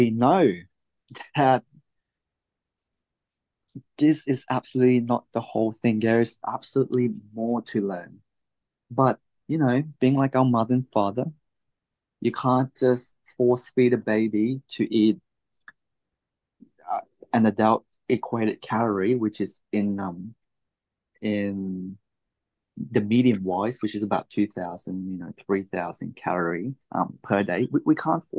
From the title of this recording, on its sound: Oceanside Zoom Class